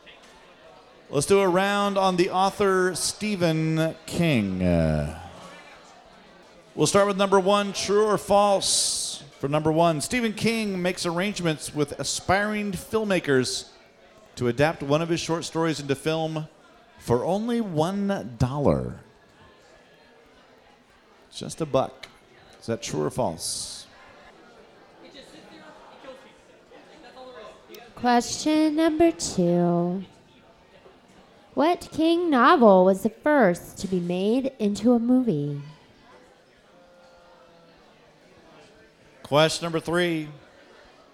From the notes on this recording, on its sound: It's our second live Halloween pub quiz, this time at the fabulous Berliner Pub!